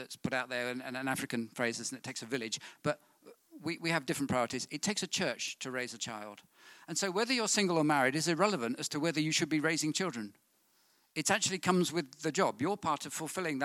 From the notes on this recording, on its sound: on 30th June 2019 at King's Church, Cockermouth